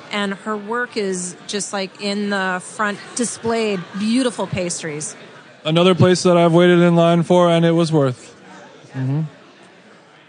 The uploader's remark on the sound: Live from the Food Book Fair. Went on location at the Food Book Fair in New York last weekend and conducted a series of mini quick style interviews.